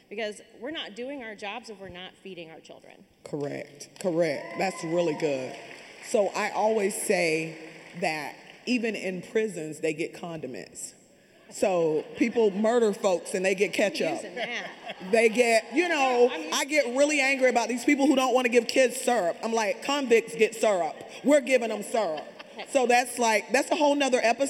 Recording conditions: live audience